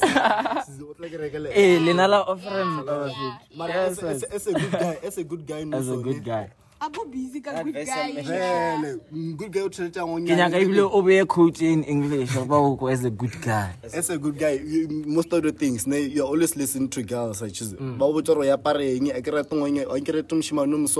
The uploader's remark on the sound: Shot this outside so there’s no video rn.